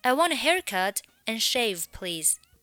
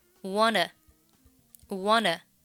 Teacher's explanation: Want a 连读是 wanna, wanna